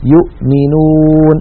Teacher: الهمزة ظاهرة عند الميم